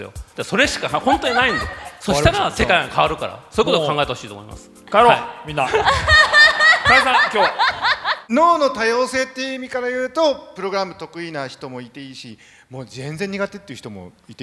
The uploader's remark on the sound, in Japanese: 去年の秋、全国５つの会場で行われたイベント、「FM FESTIVAL 2018 未来授業 ぼくらの時代の生存戦略」この特別公開授業の模様をお届けします。